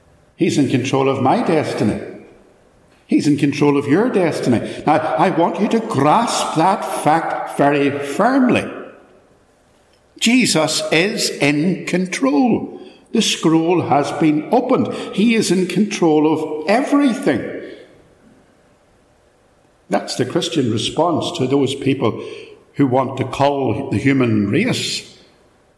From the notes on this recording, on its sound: A sermon preached at Ballymacashon on Lord's Day 3rd July 2022.